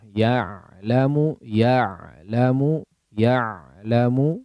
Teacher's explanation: Ain yang kondisinya disukunkan, diperhatikan. Tidak dimatikan suaranya. · Term: huruf ain